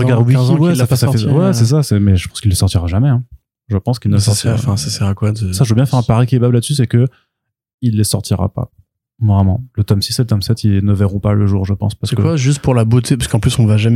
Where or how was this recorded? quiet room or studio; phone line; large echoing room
quiet room or studio